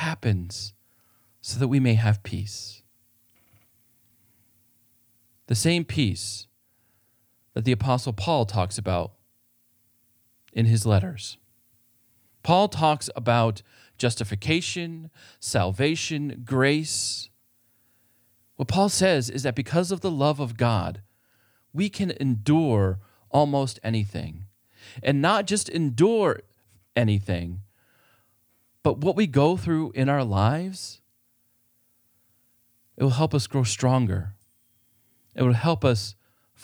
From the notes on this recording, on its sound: This sermon was preached at Faith Lutheran Church in Gardner, MA.